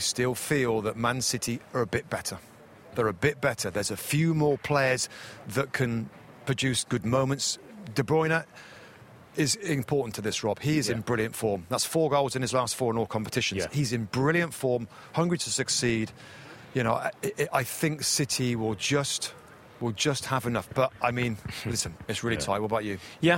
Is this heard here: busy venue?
yes